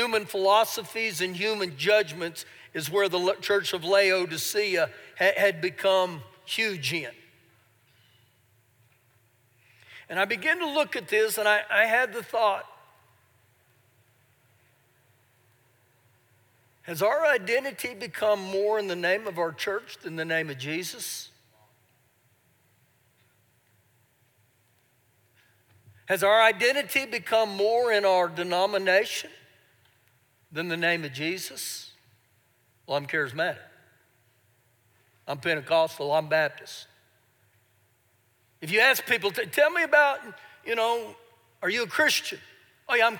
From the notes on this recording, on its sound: Recorded live during our Sunday morning service